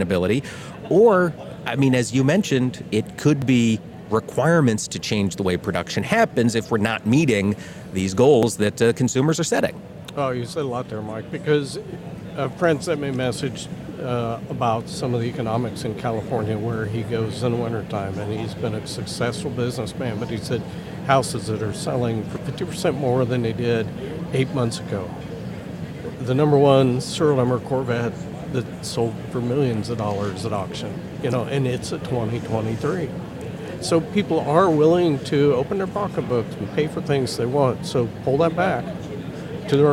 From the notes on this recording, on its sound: broadcasting from the convention center floor in Houston with our friends from National Corn Growers Association